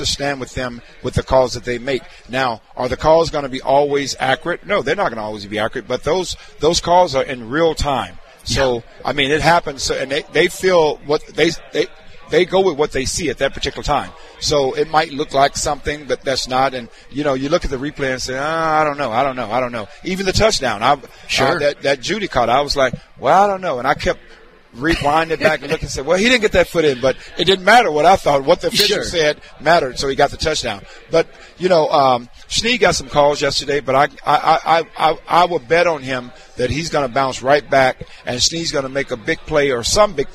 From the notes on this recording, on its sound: LIVE from Hollywood Casino!